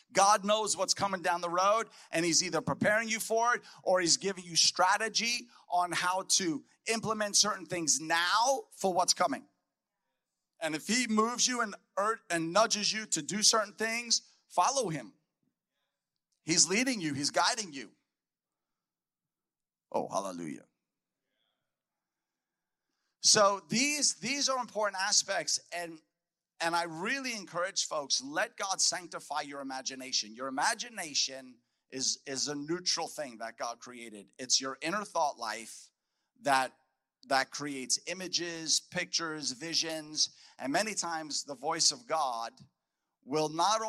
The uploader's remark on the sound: a powerful message spoken at our Voice of Freedom Prophetic Conference